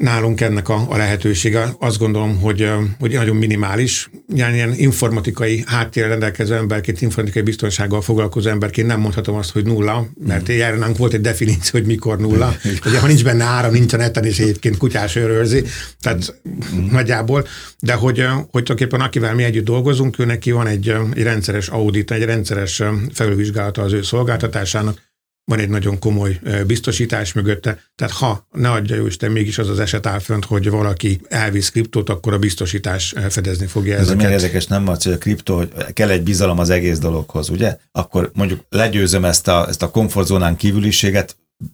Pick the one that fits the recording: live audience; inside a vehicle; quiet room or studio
quiet room or studio